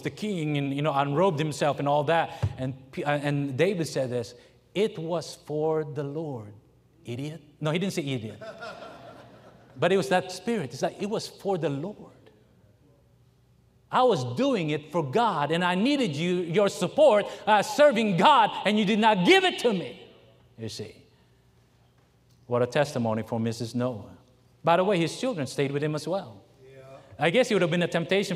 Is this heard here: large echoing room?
yes